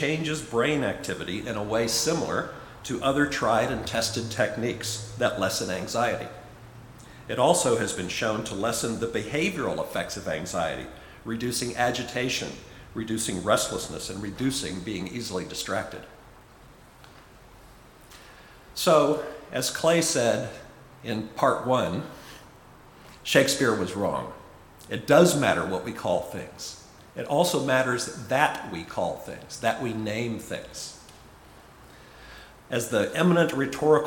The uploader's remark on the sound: Recorded at Auckland Unitarian Church 27 August 2023.